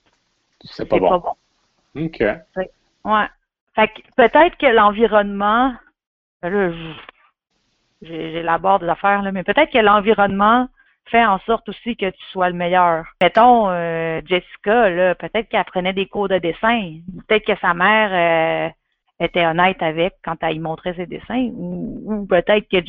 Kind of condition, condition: link, phone line